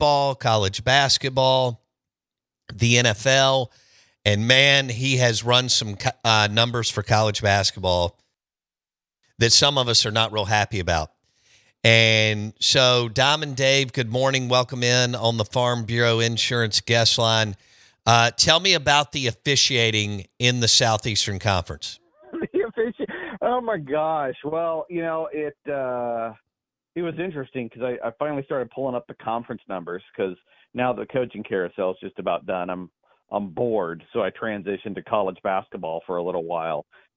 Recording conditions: phone line